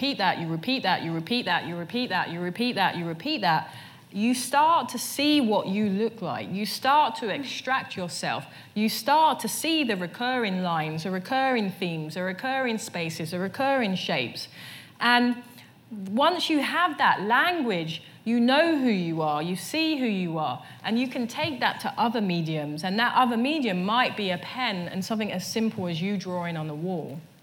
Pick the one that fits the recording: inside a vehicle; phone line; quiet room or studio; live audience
live audience